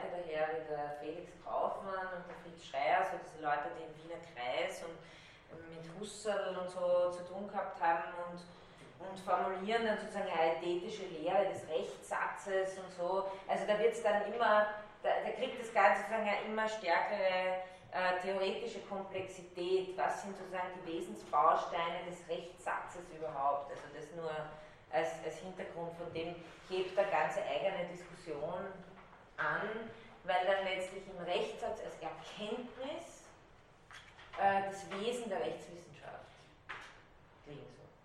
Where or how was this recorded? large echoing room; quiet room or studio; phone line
large echoing room